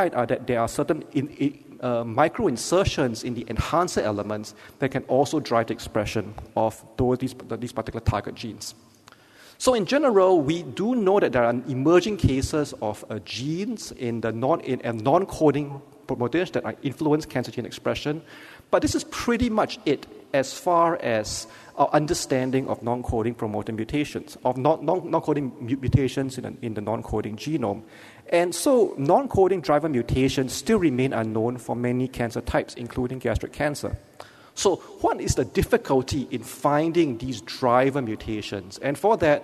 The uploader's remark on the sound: Keynote Lecture.